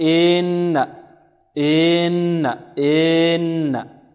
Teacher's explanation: مط الكسرة أو مد الكسرة حتى يتولد منها ياء